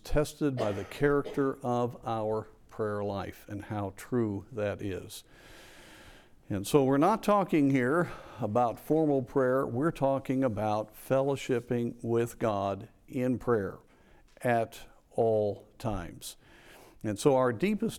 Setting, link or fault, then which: setting, large echoing room